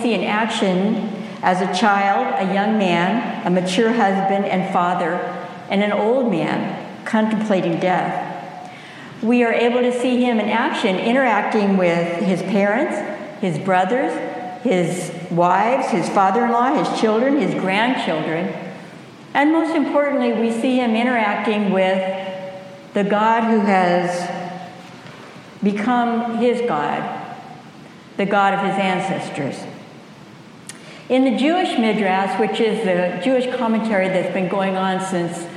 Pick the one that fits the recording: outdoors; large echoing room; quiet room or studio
large echoing room